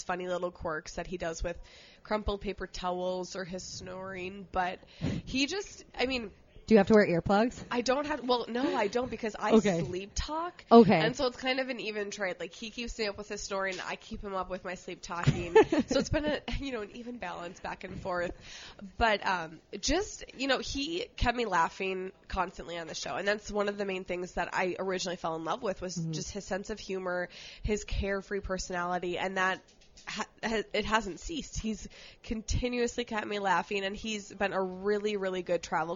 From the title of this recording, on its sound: live from the Minnesota State Fair